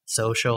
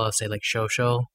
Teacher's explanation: I sometimes pronounce like an SH sound for what is like an S sound · Shown in: second take · Like instead of social, I'll say like social and small things like that.